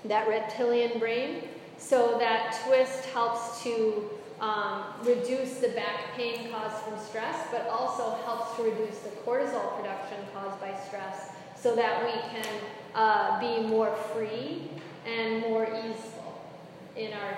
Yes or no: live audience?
yes